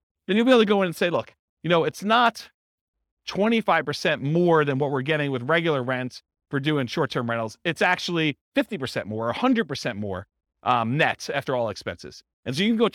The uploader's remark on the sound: This was a live class recorded